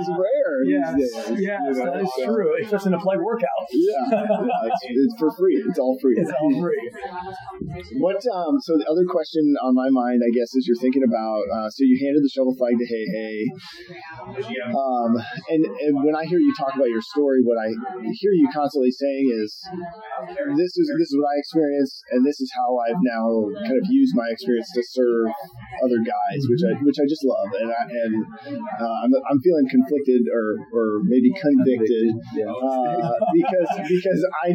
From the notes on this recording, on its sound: This episode is in person so there may be some background noise